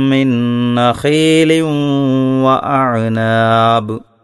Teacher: മിൻ നഖീലിൻ എന്ന് കഴിഞ്ഞുള്ള ആ തൻവീനിനെ വാവിൽ ലയിപ്പിച്ചുകൊണ്ട് മണിച്ചോതാനും ശ്രദ്ധിക്കണം.